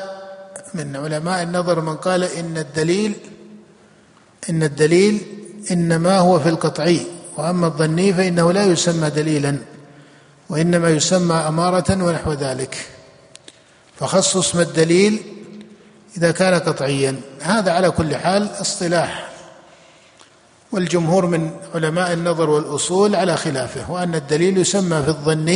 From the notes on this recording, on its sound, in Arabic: جامع عثمان بن عفان بالرياض